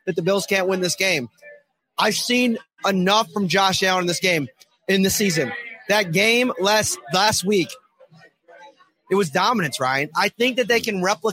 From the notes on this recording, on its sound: live from Al's Grill and Bar in Kansas City, home of the KC Bills Backers